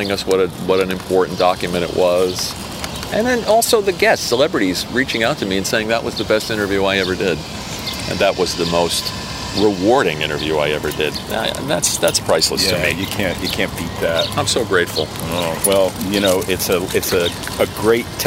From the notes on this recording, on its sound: On the Takin A Walk Podcast. Walking and taking on the Upper East side of NY.